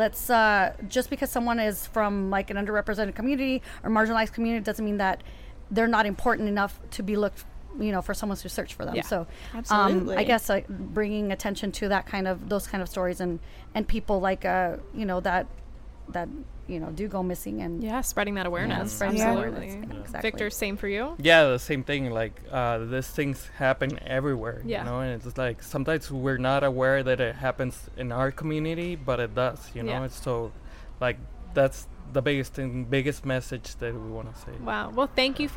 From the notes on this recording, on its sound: We are live, on-location at the TCL Chinese Theatre for the 19th annual Oscar Qualifying HollyShorts Film Festival , as the official podcast partner.